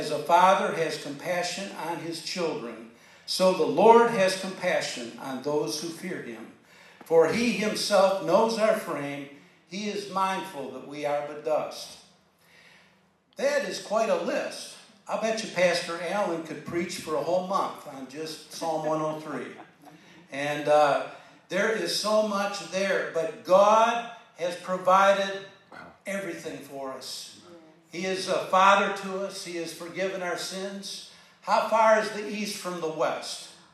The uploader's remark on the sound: This edifying sermon was delivered during Granbury's Annual Community Thanksgiving Service.